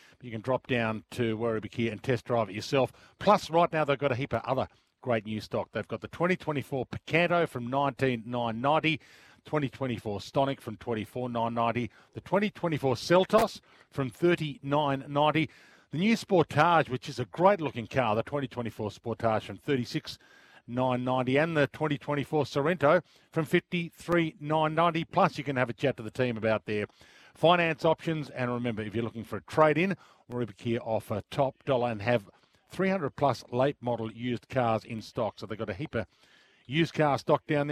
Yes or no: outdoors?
yes